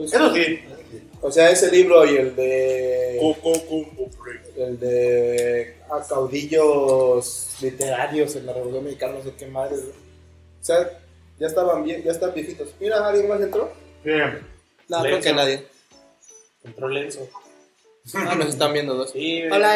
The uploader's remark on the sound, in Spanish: Probamos transmisión en vivo. Disculpen el audio pero la cagamos.